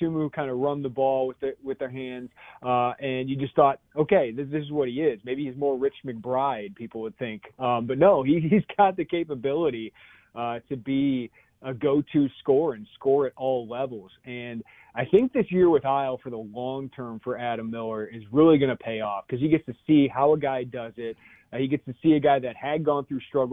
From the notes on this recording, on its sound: taking your phone calls and texts